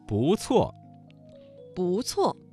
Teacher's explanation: 这个词当中的不字在四声之前变成了二声